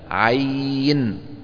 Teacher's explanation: الياء اللي بالنص، هذه بالنسبة لنا حفص من طريق الشاطبية تمد إما 4 أو 6 · Term: ملحق بمد اللين